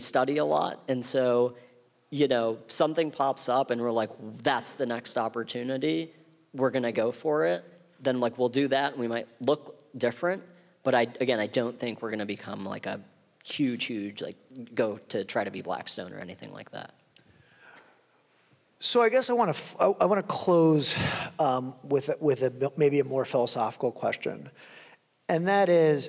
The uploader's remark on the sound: on stage at Re-convene '22 in Santa Monica